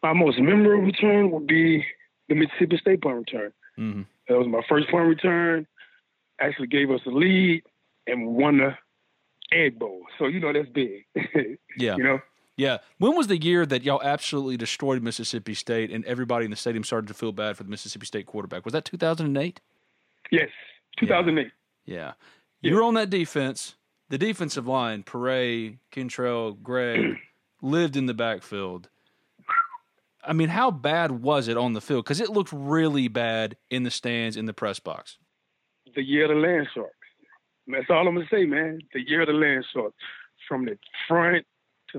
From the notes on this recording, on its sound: joined on the Modern Woodmen phone line (33:42)